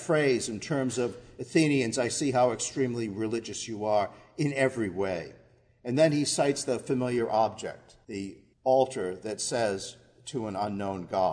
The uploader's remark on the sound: Our worship service at the Old First Church in Bennington, Vermont, May 17, 2020